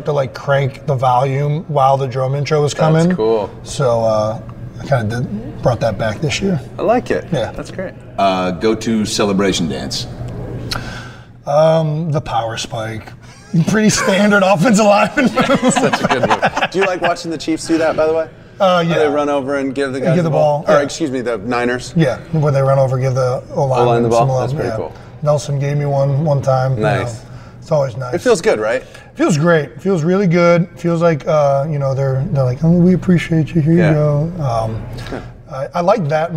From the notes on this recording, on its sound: LIVE FROM THE PRO BOWL. Are in Orlando for the 2020 NFL Pro Bowl.